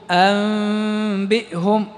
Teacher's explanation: نركز على تلامس الشفتين والغنة أيضا بمقدار حركتين · Term: الإقلاب